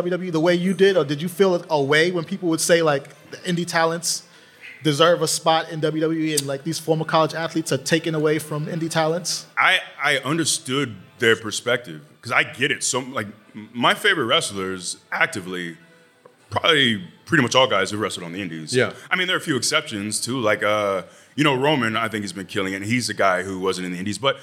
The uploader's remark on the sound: live at the SummerSlam Store